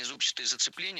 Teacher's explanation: Мы услышали прилагательное «зубчатый» с ударением на первом слоге. И это правильный вариант.